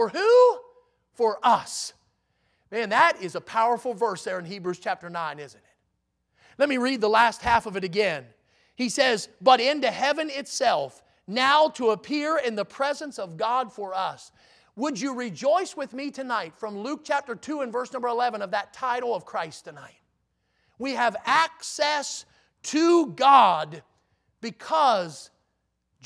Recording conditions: large echoing room